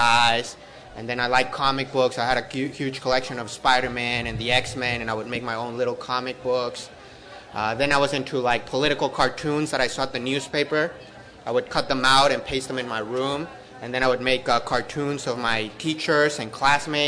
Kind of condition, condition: setting, busy venue